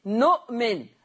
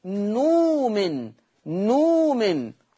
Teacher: قرأ ورش بإبدال الهمز الساكن حرف مد · Shown in: second take